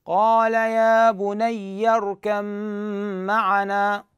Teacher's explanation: فتحذف الباء وتشدد الميم · Term: إدغام المتجانسين